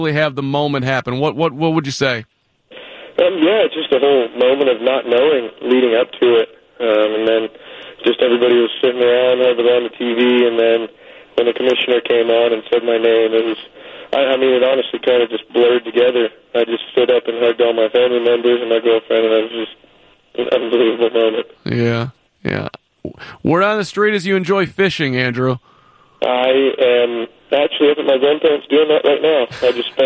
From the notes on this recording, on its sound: takes your phone calls